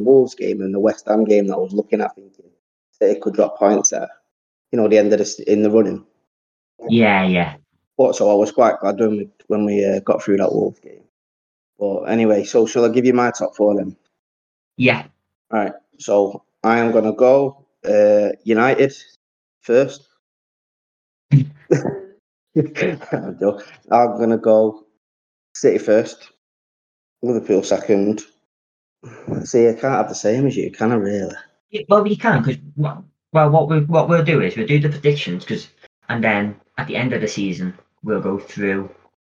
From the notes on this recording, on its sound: (Poor Audio). Apologies for the poor sound quality.